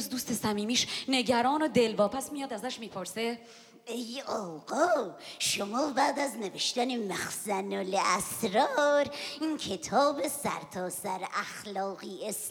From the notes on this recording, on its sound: Part Two of the “Roqe Live!” Special recorded at Theatre Aurora, Feb 7th, 2024.